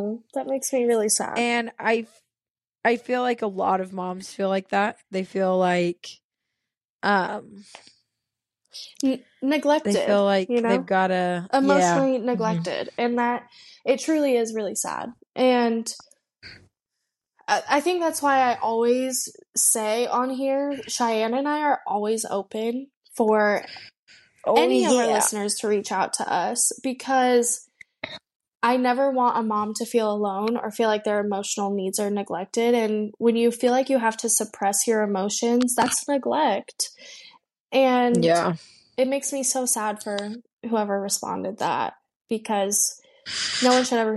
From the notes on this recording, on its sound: Battling sick kids and recording from their own homes, they made it work with a new software.